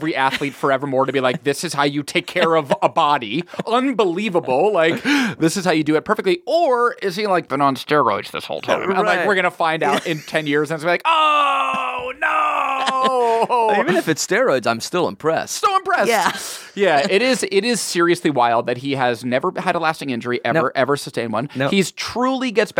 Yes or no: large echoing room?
no